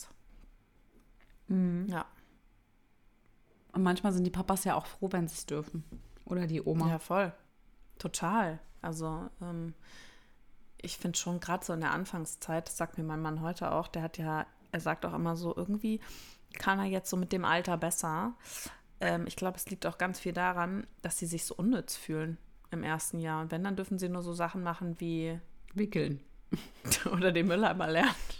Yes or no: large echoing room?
no